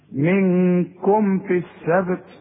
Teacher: الميم اللي عليها السكون اقفل فيها شفايفك اظهرها · Term: اظهار الميم